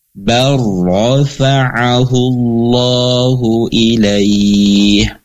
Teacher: Maka cara bacanya dia tidak tidak diguna memanjangkan, jadi langsung saja baro, ya, idgham masuk, ya, lamnya, contohnya lafadznya bal dengan rafa'ahullahu ilaih, jadi lamnya sudah tidak ada, tetapi masuk ke dalam huruf ro · Term: idgham mutaqaribain